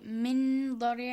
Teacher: Noon is not merged to Da. · Term: Ikhfa